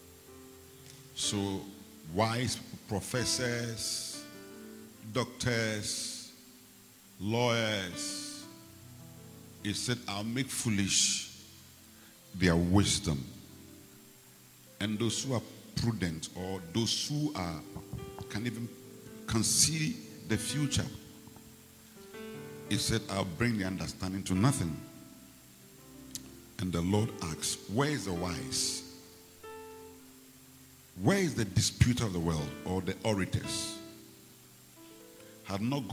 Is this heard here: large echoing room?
yes